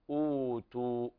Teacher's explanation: إذا وقفنا عليه فترد الواو إلى أصلها ويوقف عليها بالمد الطبيعي